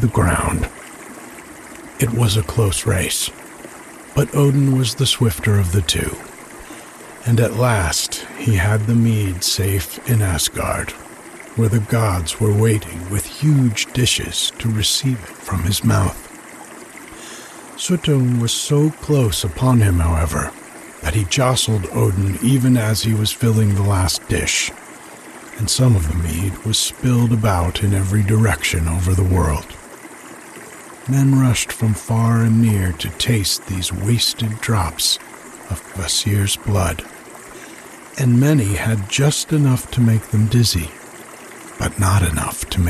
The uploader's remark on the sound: The sound of the creek in the background while I read. It has just the story, no introduction, with creek sounds underneath. When the story ends, the creek sounds continue to the end.